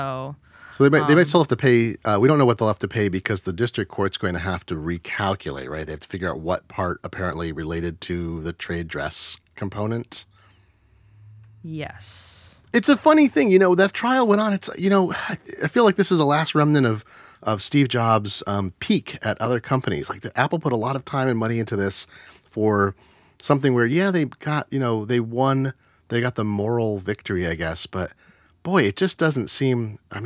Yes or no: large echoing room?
no